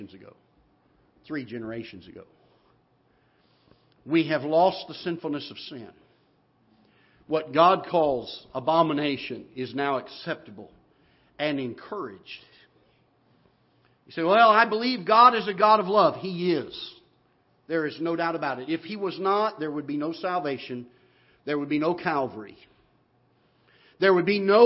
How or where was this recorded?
large echoing room